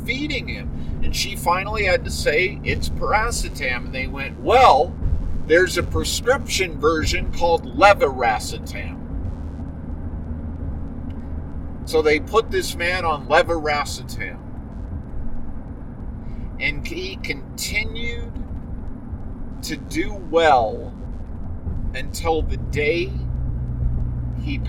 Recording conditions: inside a vehicle